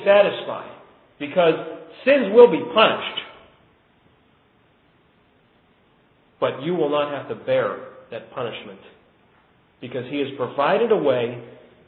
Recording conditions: large echoing room